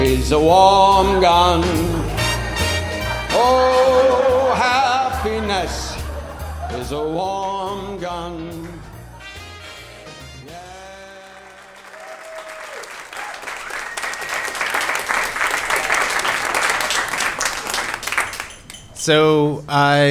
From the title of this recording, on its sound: Live From Orlando!